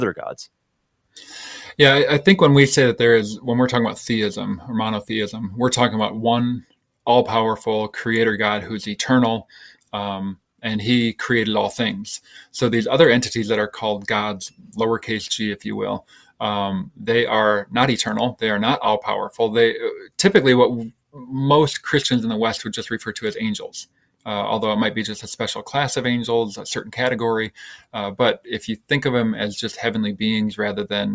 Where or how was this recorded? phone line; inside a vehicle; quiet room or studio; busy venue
quiet room or studio